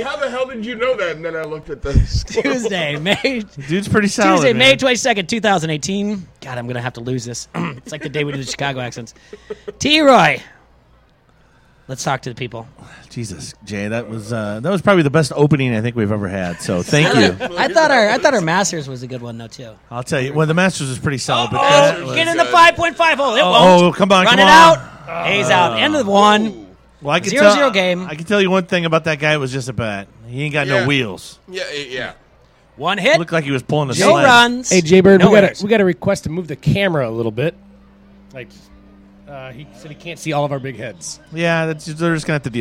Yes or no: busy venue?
yes